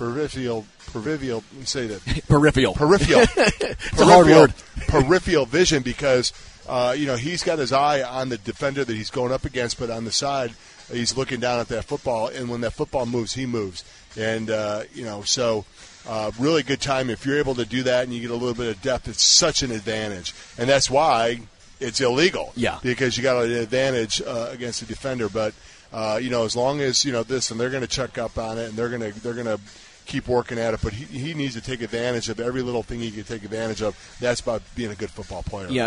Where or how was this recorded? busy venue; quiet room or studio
busy venue